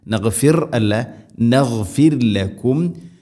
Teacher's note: ഹിത്തത്തുൻ നഗ്ഫിർ ലക്കും, നഗ്ഫിർ ലക്കും അല്ല നഗ്, ഗൈന് തൊണ്ടയുടെ മുകൾ ഭാഗം, അതുപോലെ തന്നെ നഗ്ഫിർ, റായിനെ തർഖീഖ് ചെയ്യണം, നേർപ്പിക്കണം